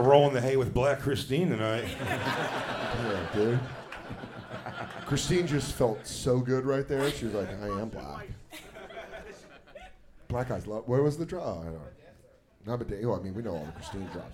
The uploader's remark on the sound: Live From the Moontower Comedy Festival in Austin, Texas